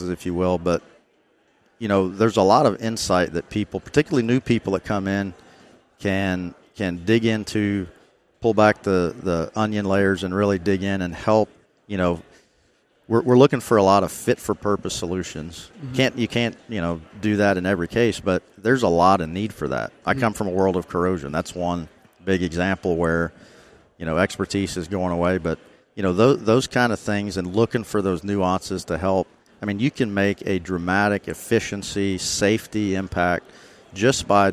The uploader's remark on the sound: Live at AFPM